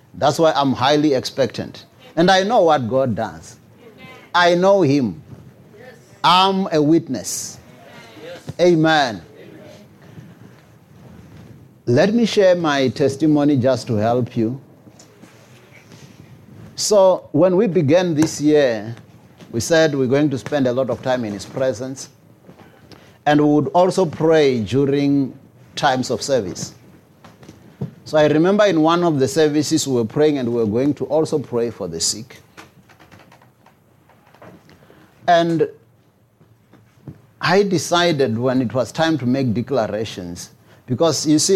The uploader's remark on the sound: preached at Jesus the Saviour Church, 185 Bobs Way, Eersterivier, Cape Town on 16 July 2023